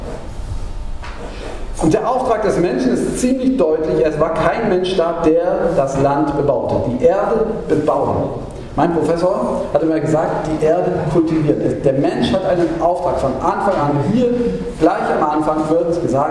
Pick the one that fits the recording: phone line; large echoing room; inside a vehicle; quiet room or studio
large echoing room